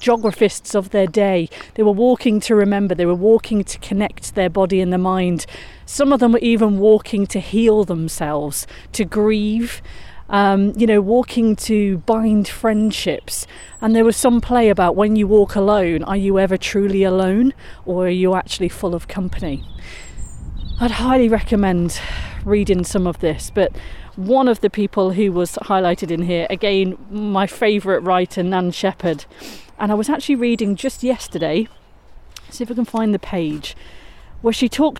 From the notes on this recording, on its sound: Today’s Sunday soundscape is recorded walking along Crowden weir. Enjoy listening to the sound of the gushing fast flowing stream.